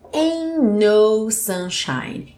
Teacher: Esse T do ain't some e a gente liga os dois N's.